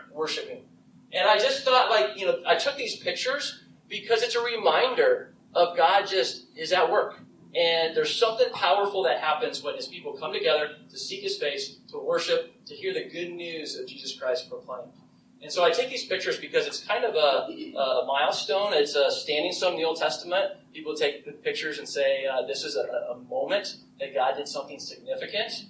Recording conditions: poor sound quality